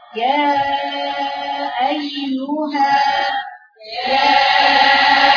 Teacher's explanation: خلي انسيابيه، ايوه انسيابيه دي ما تضغطيش على صوت الياء المد في الاخر، فيها خالص تجري يا يا مش تصعد.